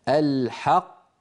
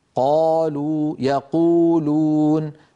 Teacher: منطقة أقصى اللسان ترتفع كما نرى في اللوحة، وتقرع المنطقة التي اسمها الحنك اللحمي · Term: القاف